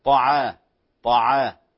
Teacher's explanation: العين هنا ليست مفخمة، الطاء مفخمة، فلا ينسحب التفخيم إلى طعا طعا.